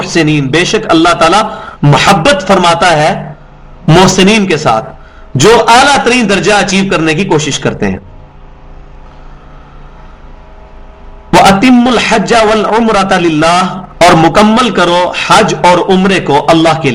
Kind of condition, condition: setting, large echoing room